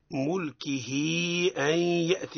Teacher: والحركة الثانية اللي بعدها هي اللي هي حركة الهمزة. إذن هاء الضمير وقعت بين متحركين. نعم. حكمها الصلة، الصلة بمقدار ألف